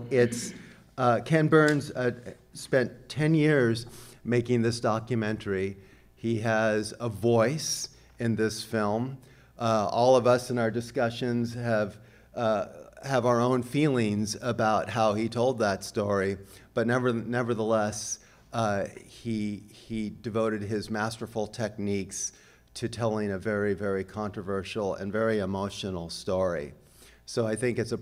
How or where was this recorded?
live audience